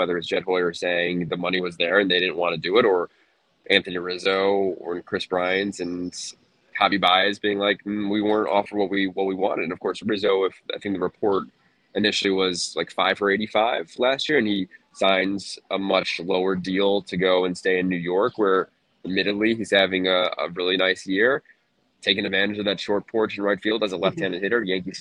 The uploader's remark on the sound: live from LAX